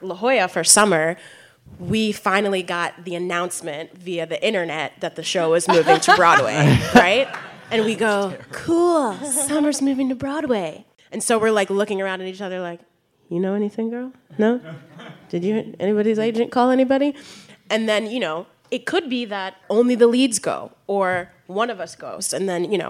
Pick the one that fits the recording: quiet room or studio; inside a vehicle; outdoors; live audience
live audience